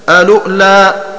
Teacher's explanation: ومعنى قوله وتهمز واوه إلى آخره أن قالون يقرأ بهمزة ساكنة في مكان الواو في حال قراءته بالنقل سواء وصل الكلمة بما قبلها أو ابتدأ بها هكذا ألؤلا.